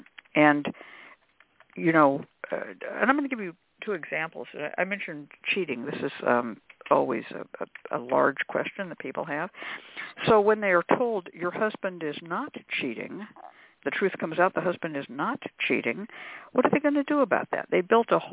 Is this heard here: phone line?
yes